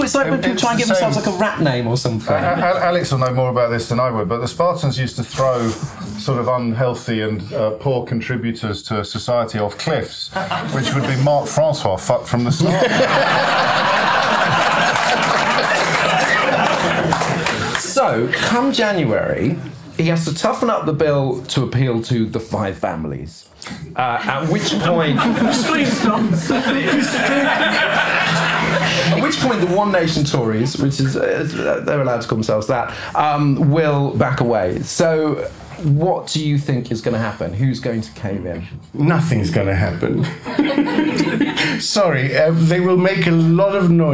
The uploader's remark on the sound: Live at London’s Comedy Store. Gathering before a well-refreshed audience at London’s world-famous Comedy Store.